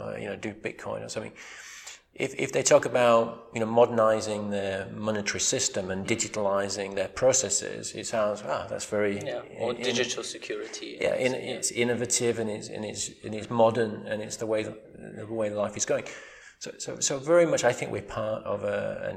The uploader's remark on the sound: World Government Summit Special. Recording from a beautiful room that overlooks the beautiful Jumeirah Beach and the Madinah Jumeirah in all its glory. Sorry about the echoes in this episode.